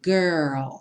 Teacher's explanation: Pensa no R de porta, perna, com a língua bem enrolada. E depois você finaliza com o L, L mesmo, com a língua lá no céu da boca.